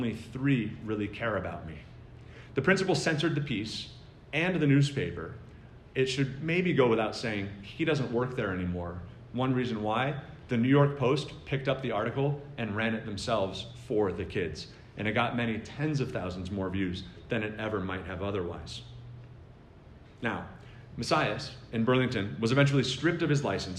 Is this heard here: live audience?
yes